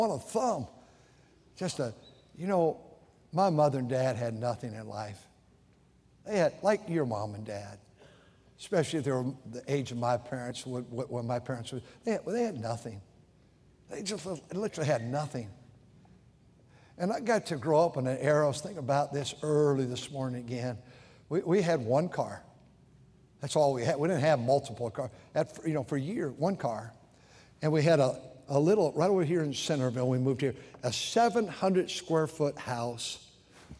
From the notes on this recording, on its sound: during the Sunday Morning service on May 28, 2023, at North Valley Baptist Church in Santa Clara, California